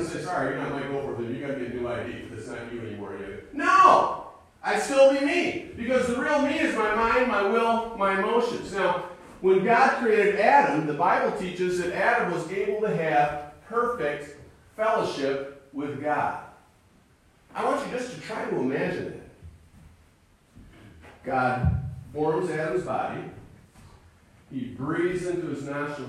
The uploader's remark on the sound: Sunday morning message recorded live at Calvary Baptist Church of Caseville MI.